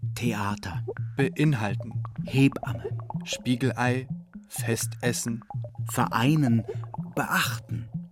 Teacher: Glottaler stimmloser Plosiv, Stimmritzenverschlusslaut, Einschaltknack, Glottisschlag